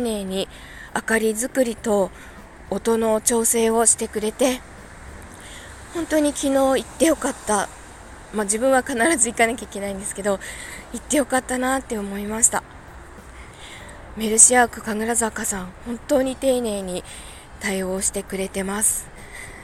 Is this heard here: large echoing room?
no